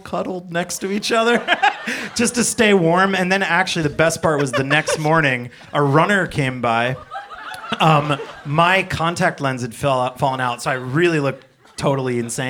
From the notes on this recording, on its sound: Live show taping at Bowery Ballroom, New York City